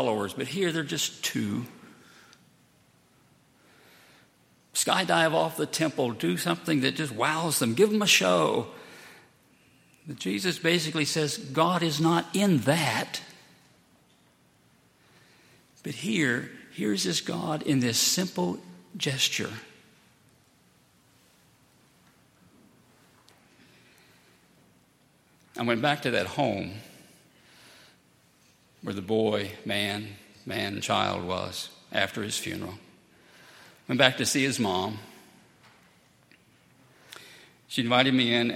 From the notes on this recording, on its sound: At Highland Baptist Church.